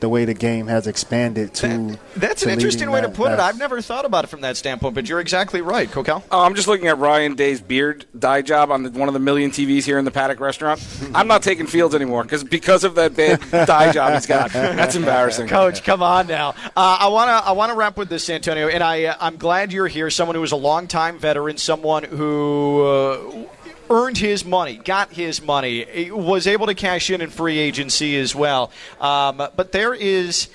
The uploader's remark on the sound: Draft Day Live From Palm Beach Kennel Club. On site at the Palm Beach Kennel Club at the Paddock Restaurant.